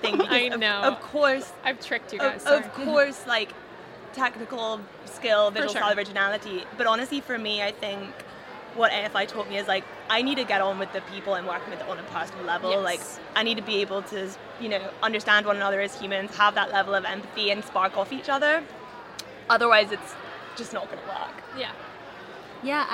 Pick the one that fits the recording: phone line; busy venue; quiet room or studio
busy venue